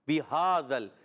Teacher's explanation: یہ ہا ادا ہوگا حلق کے نیچے والے حصے سے